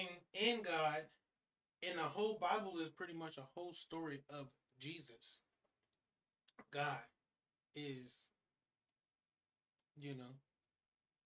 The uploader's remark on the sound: Please don't mind the quality. God's intended message will press through even in the poor audio and camera quality.